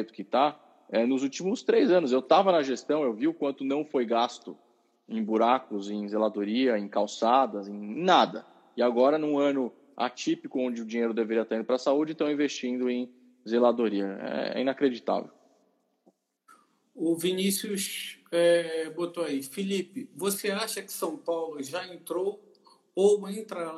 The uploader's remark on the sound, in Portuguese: Live no Instagram